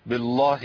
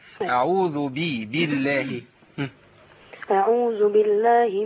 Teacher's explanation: بس عايز أقول لك على حاجة بس بلاش إيه بالله دي لأن إحنا كده بنفخم الإيه اللام و واللام هنا مرققة لام لفظ الجلالة لأن مسبوقة بكسر · Shown in: second take